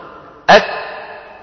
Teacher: صفة الشدة والهمس في الكاف والتاء ليستا في زمن واحد، وإنما متتاليتين، الشدة أولا فالهمس